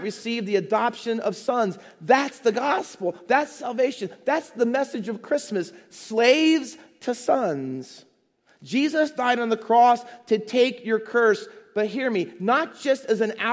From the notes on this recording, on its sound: Faith Baptist Church in Hamilton, NJ.